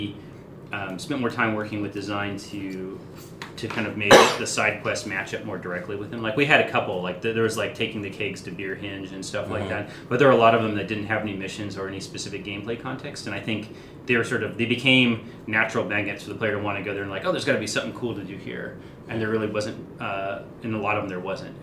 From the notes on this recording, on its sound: Still only have the one mic though.